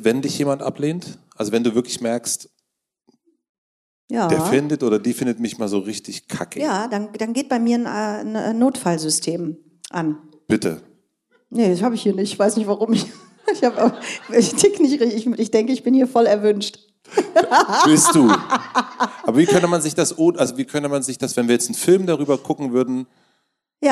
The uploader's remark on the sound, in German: Wir sprechen Live vor Publikum im Kölner Gloria über Verantwortung, Glück, Glaube und Illusionen.